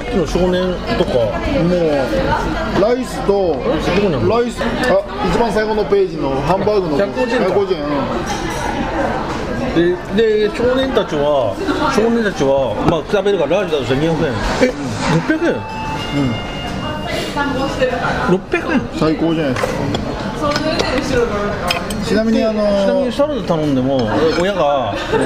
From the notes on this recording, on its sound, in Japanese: サイゼリアにて収録です。